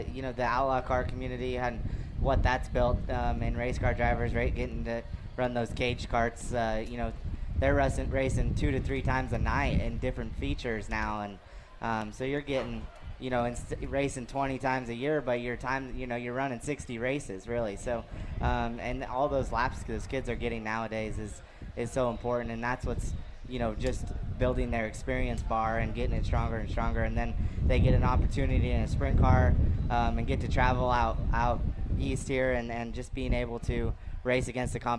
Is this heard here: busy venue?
yes